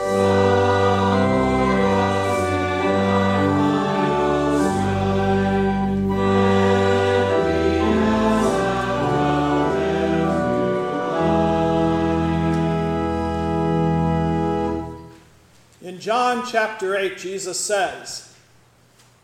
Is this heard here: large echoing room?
yes